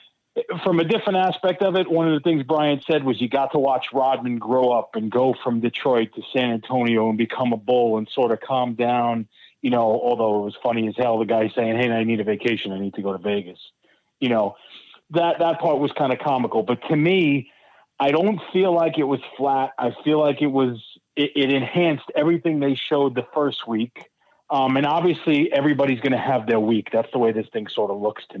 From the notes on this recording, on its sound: A guest call in from "The Tuesday Night Delight"!